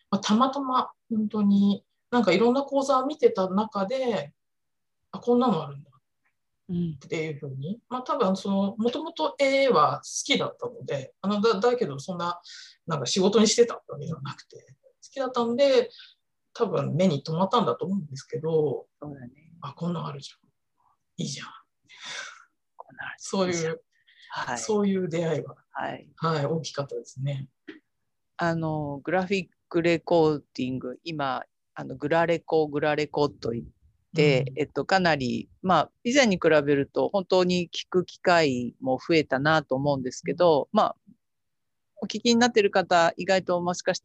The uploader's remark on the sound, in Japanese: 収録場所： オンライン (Zoom)。